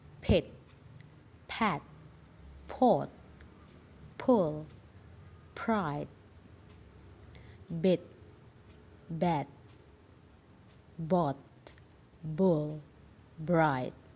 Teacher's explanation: It is bilabial consonants bilabial means our two lips are active all together to produce these sounds.